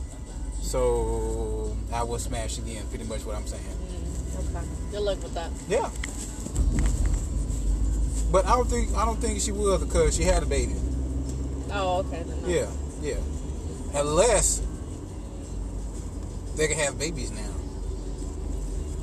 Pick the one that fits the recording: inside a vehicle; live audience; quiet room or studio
inside a vehicle